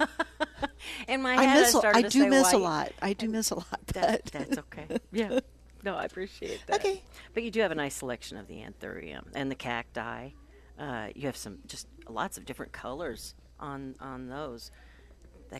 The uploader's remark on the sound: Live at Prairie Gardens